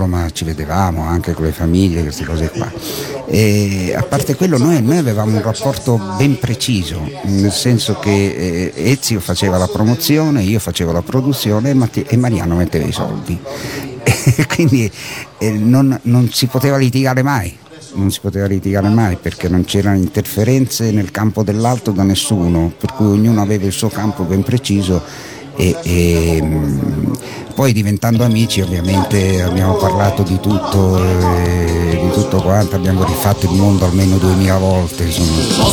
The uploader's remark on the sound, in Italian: Una intervista a tutto tondo, realizzata a San Marino Comics